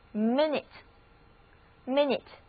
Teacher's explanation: 在这里字母 I 和 U 都读作短的 I